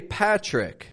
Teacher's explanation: T and R combination. The T is not pronounced like a regular T. It comes out more like a ch.